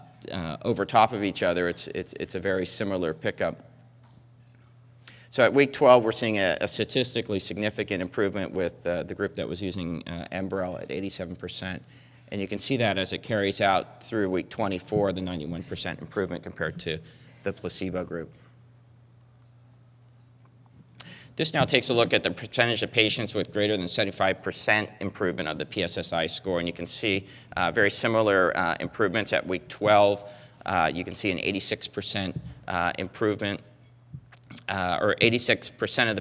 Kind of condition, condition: setting, live audience